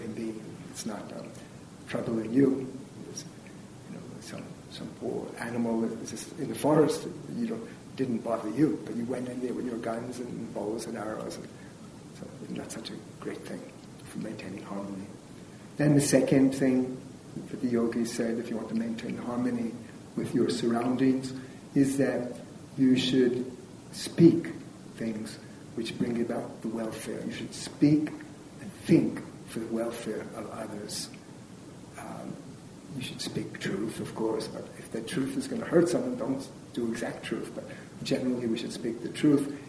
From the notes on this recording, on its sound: This is a recording of a lecture. At the Unitarian Church in Greensboro, North Carolina.